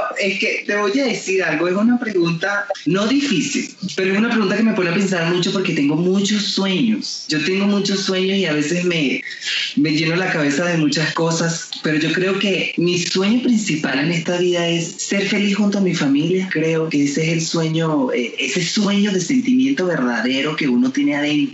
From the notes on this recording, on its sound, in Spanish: conversó vía Skype desde Bogotá con CNN en Español